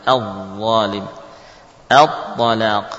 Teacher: Misalkan al-zalim, ya. A tetap dibaca tipis. Baru setelah masuk ke dha, nah, ditebalkan